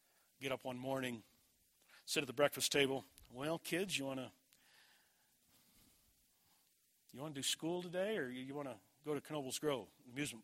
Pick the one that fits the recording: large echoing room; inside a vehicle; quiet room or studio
large echoing room